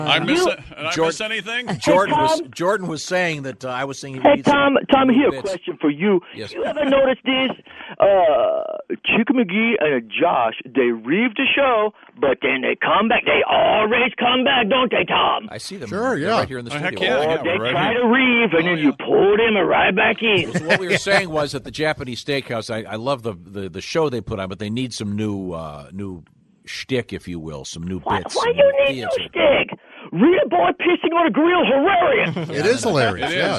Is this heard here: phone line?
yes